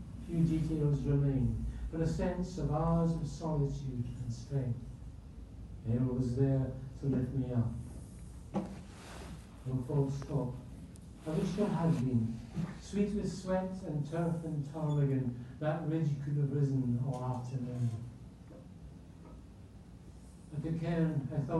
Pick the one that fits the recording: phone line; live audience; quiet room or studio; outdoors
live audience